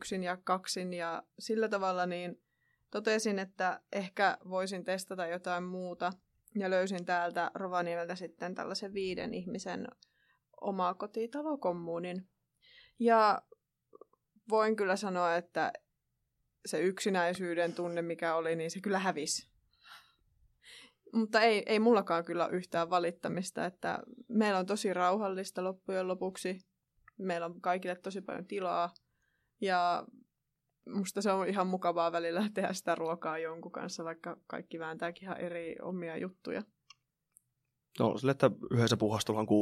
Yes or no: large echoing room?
no